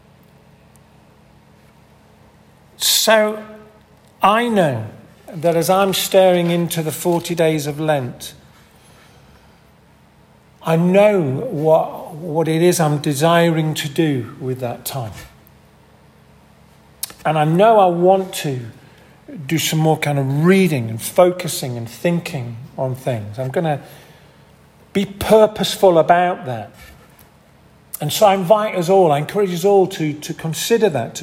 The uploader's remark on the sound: This audio recording was taken from the 10:30 Communion service at St Mary and St John's Church in Hardraw on 19th February, 2023.